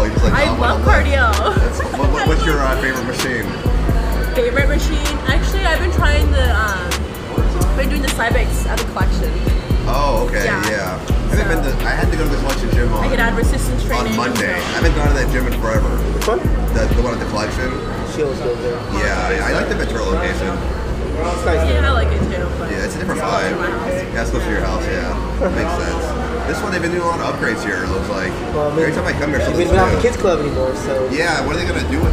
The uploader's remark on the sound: Live Podcast At The Gym. This is the very first ever live podcast for On-The-Go Voice. We interview members LIVE within the 24 Hour Fitness gym in Channel Islands.